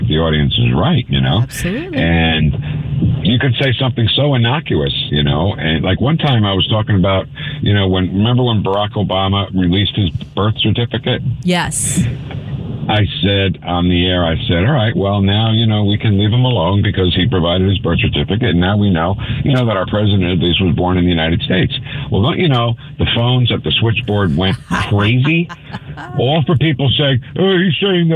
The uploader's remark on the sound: joins us on the phone